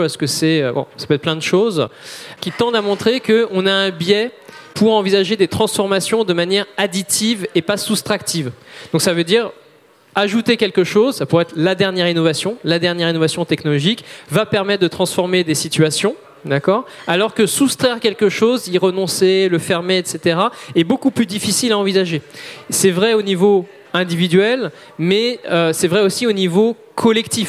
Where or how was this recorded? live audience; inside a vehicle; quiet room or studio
live audience